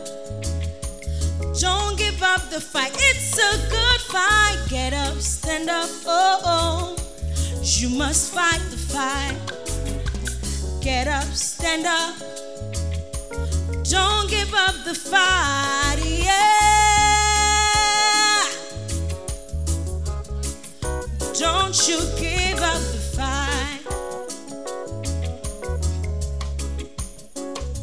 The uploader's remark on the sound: Preached at the Make Yourselves Saviours Of Men Camp. In Mampong, Ghana.